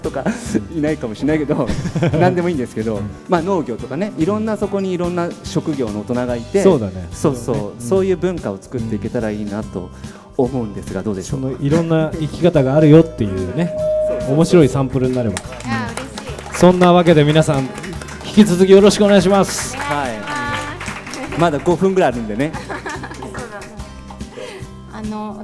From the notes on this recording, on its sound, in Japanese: 公開収録